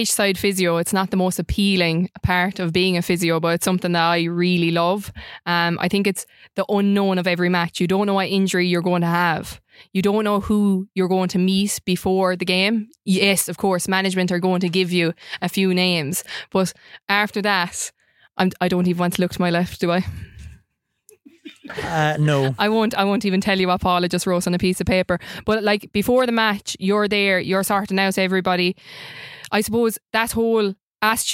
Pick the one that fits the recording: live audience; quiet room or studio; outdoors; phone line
quiet room or studio